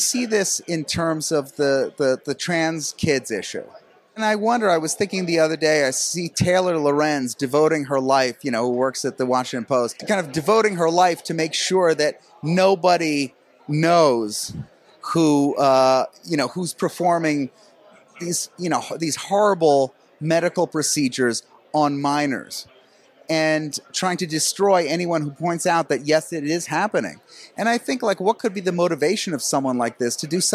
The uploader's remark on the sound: at the National Conservatism Conference in Florida